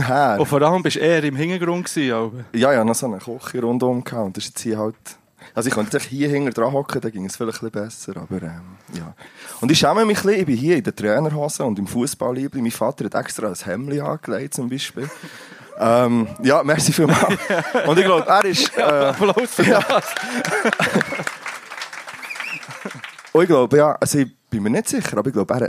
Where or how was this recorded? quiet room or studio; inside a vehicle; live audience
live audience